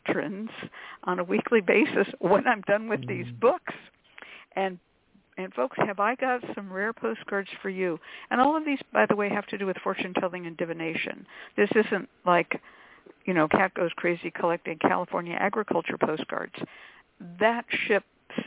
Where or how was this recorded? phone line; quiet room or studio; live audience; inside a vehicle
phone line